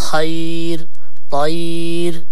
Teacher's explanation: الراء إذا كان قبله يا ساكنة وقبل الياء الساكنة سواء مفتوح ولا مكسور لابد أن يرقق الراء